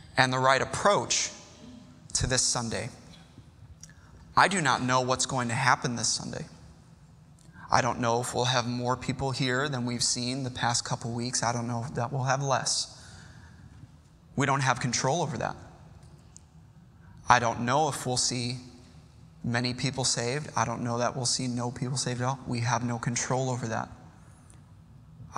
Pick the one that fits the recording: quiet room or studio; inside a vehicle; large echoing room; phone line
large echoing room